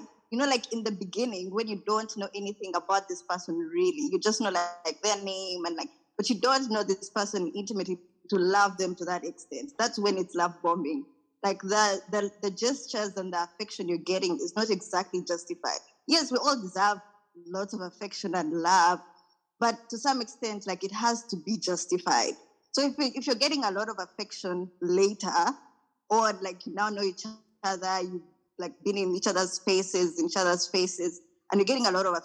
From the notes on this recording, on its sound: We hosted this episode via zoom